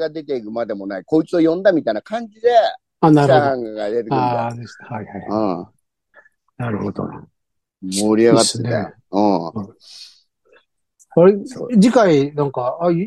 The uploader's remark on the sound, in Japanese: ZOOMで収録。